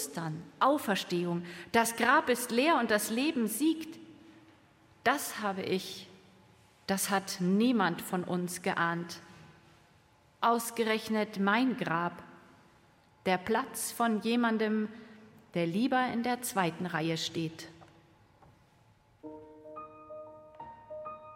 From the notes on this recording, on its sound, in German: Live-Gottesdienstübertragung aus der Erlöserkirche in Herrsching